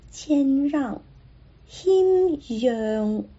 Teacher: 注意，谦是一个闭唇音